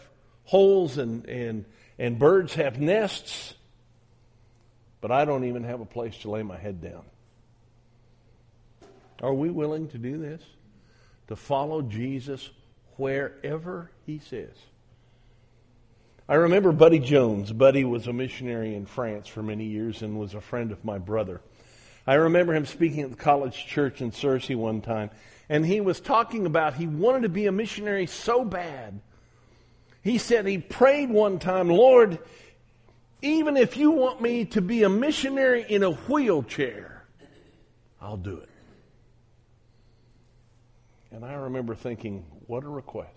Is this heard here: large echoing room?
yes